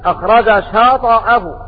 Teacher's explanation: قرأت بتحريك الطاء بالفتح